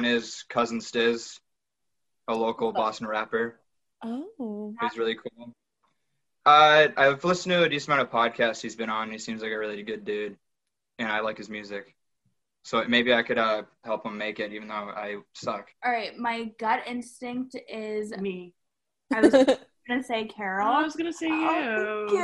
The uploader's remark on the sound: Apologies for the audio quality, that’s on zoom.. It’s all zooms fault!